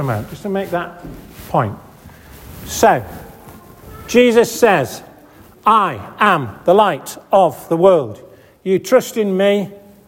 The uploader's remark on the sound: This audio recording was taken at the 10:30 Benefice Communion Service, 'The Gathering' on February 4th 2024 in St Oswald's Church, Askrigg.